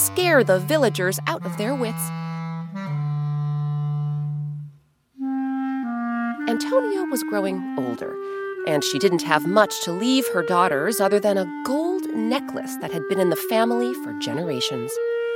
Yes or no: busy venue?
no